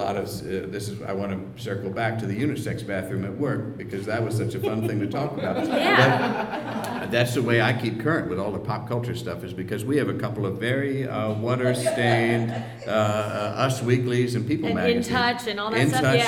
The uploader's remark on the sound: special season finale episode recorded live June 25th, 2014 at The PIT in NYC.